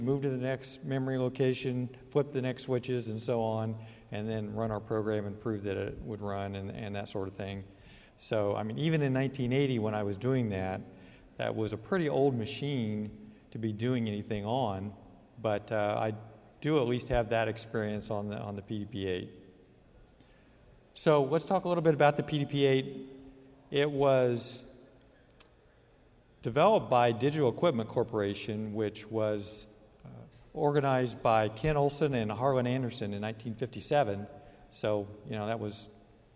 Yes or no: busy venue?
yes